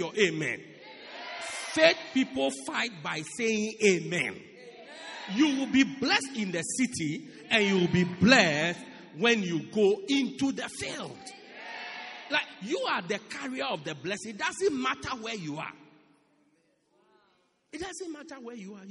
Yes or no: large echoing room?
yes